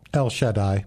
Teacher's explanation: you would put the emphasis on the first syllable